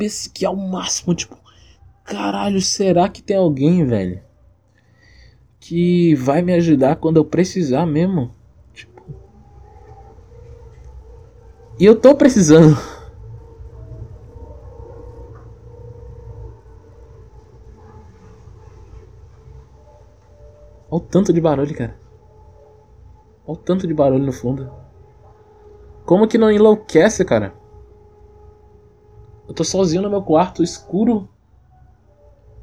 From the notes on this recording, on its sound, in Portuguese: espero que não se incomodem com os barulhos externos